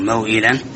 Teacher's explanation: قصر الواو موئلا والموعودة معناها عدم مد بالكلية، وليس القصر هنا معناه بقاء شيء من المد ولو يسيرا، هذا يتنبه له.